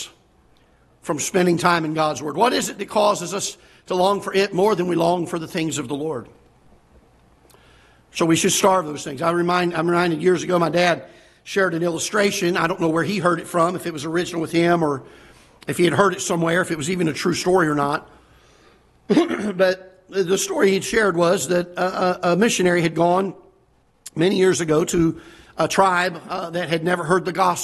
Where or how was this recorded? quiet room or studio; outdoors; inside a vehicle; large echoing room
large echoing room